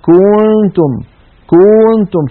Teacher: كذلك مثلا الضمة كنتم كنتم، الكاف المضمومة، فإذا بالغنا يقول الواحد كنتم كنتم، فيمط الضمة إلى أن يصل السامع يتوهم كأن هناك واوا بعد الكاف المضمومة · Term: التمطيط